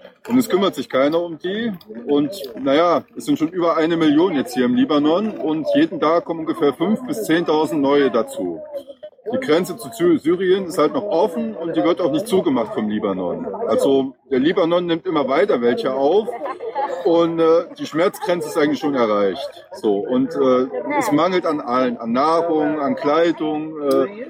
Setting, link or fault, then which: setting, outdoors